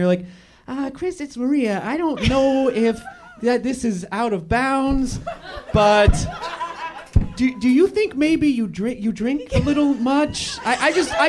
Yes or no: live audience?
yes